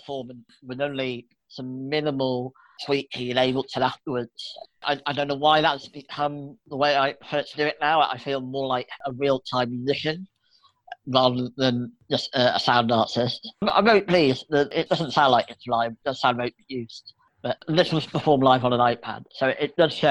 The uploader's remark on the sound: This conversation was recorded at a live Zoom-based listening party.